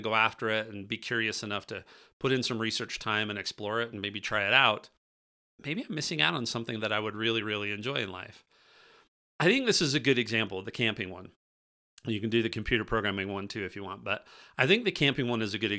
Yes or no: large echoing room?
no